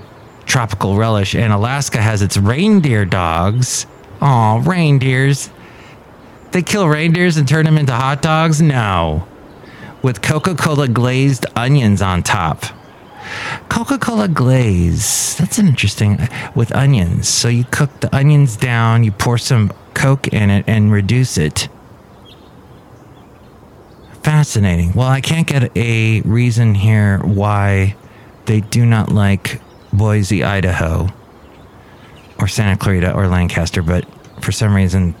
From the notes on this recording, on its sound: podcasts live from Café Anyway